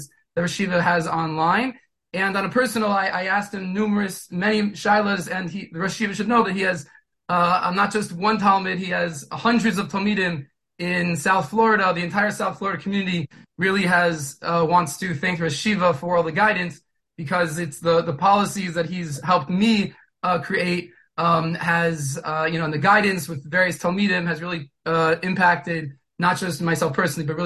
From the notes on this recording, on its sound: Delivered over Zoom to a Mechanchim Group.